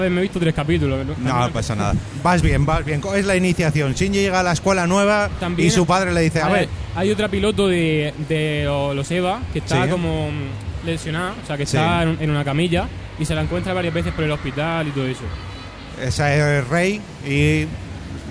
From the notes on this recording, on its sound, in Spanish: Directo #japanweekend. Hoy os traemos el episodio que grabamos en la pasada JapanWeekend de Madrid.